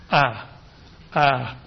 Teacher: wide open, tongue a little bit forwards. High F1, high F2.